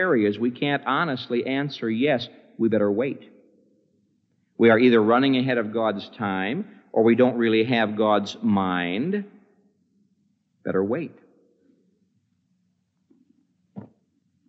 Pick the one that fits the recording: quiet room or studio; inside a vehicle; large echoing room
large echoing room